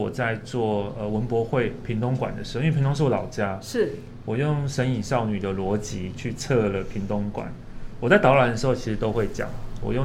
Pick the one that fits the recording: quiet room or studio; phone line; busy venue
busy venue